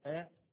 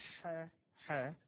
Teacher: فشوف فرق من تنطق آ الألف يتحبس الهواء ما يطلعش إلا الهمزة بس آ، أما تقول حا حا شوف تطلع الحا ومعها النفس معاك، فكأن الحرف ضعف إنه يملى المكان بتاعه فطلع معاه هوا، فهنا الهمس بمعنى الضعف الضعف.